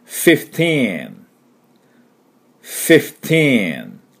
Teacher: 唇閉じない。fifteen で唇閉じちゃうと、fifteen で m、fifteen って言ってるかとネイティブは思いますので